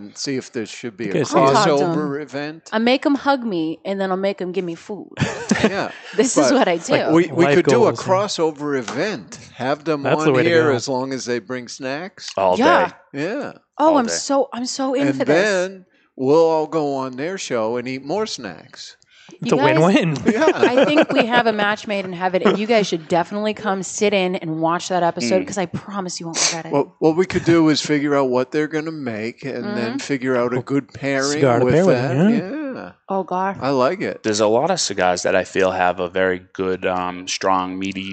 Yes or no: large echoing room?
no